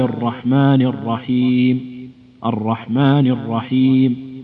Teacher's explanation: الصحيح أنها الصفة التكرار صفة لازمة للراء، لا بد أن نأتي بها لكن من غير زيادة فيها